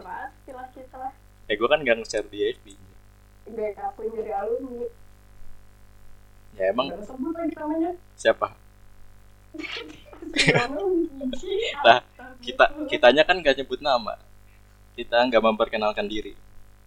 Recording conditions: poor sound quality